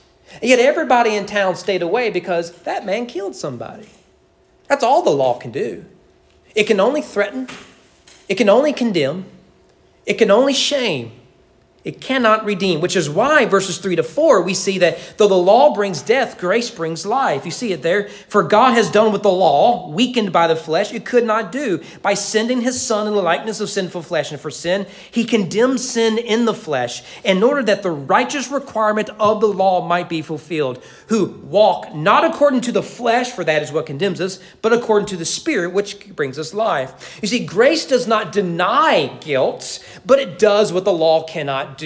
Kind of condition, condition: setting, large echoing room